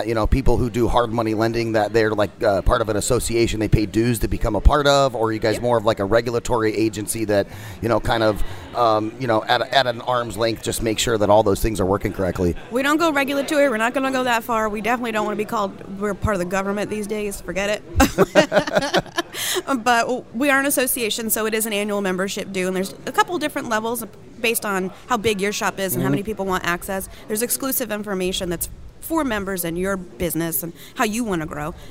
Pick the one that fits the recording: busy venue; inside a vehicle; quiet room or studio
busy venue